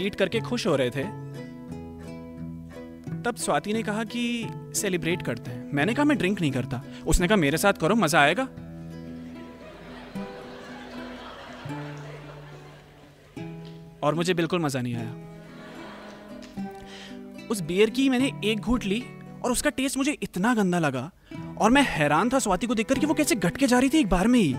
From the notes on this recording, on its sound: This is my live performance from tape a tale's show.